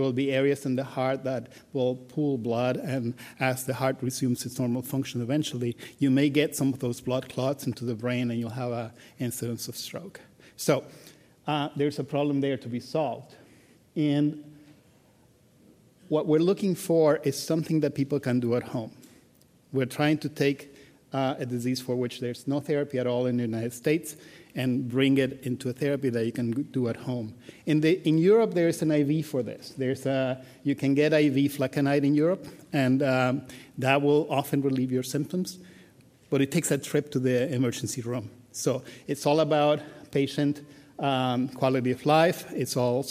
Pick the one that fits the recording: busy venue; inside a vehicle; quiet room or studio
busy venue